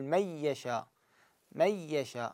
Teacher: قارئ حمزة يدغم هنا مع الياء بس يشدد، يعني بدون غنة يقول ميشا ميشا هكذا، وشنو بدون غنة باعتبار انه صارت مشددة.